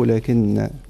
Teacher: من ذلك هذه الكلمة التي أشرت إليها سيدي، قلت لكن لو واحد يعتمد على المصحف يعني تماما ولا يتلقى القرآن الكريم عن أهله وعن أهل القرآن الكريم وعن المشايخ، فيقع في كثير من الأخطاء، كما في هذه الكلمة، هي في المصحف كتبت لكنها تنطق لكن بنون المشددة فقط